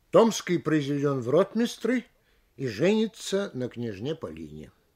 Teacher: Делаем понижение на последнем слове. Слышна отчетливая точка.